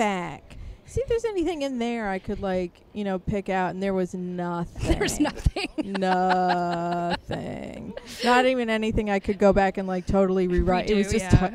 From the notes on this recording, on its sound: No kids, dogs or rats were harmed during the outing, but all were experienced up close and personal. Ah, the unpredictability of recording in the great outdoors!